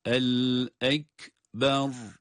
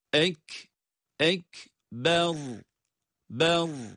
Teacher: bu kelimeyi okurken asla uzatarak okumuyoruz. Ra'yı da kalın okuyoruz.